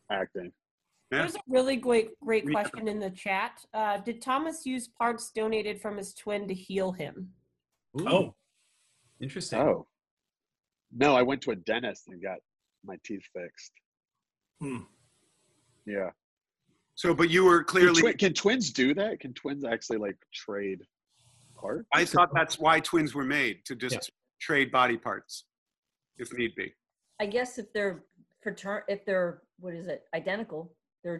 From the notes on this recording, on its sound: Two stories recorded for a live ZOOM Audience.